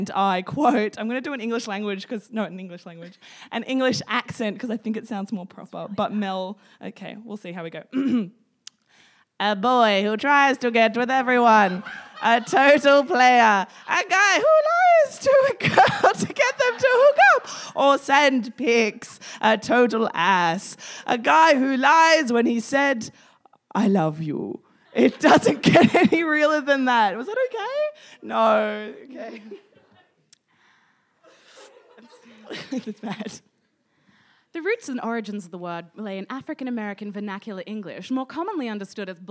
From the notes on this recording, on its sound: Recorded live from the Love Letters to F***bois Podcast Launch and Singles Mixer at East Brisbane Bowls Club. In front of a live studio audience.